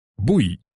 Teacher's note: the final syllable, the y part, was dropped at the end. And when that happened, the last vowel was the E sound.